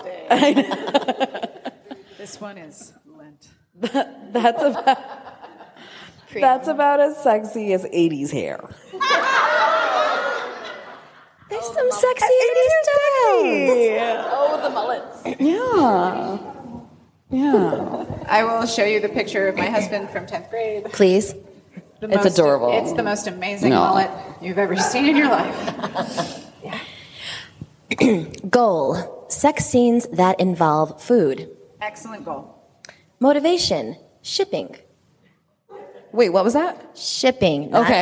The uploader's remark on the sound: Our Live Show at RWA! Thank you to everyone who attended and joined in the game!